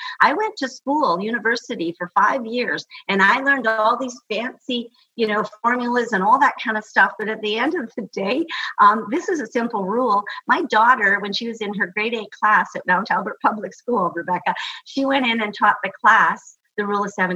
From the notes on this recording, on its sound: Recorded live via Zoom with the Gather Women community.